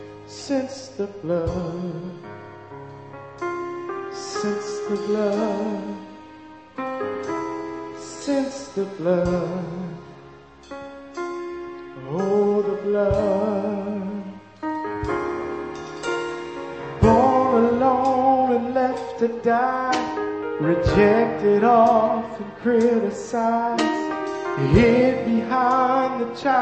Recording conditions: large echoing room